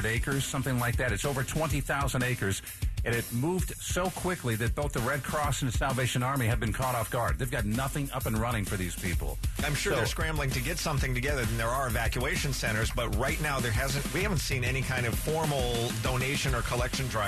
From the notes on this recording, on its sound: taking phone calls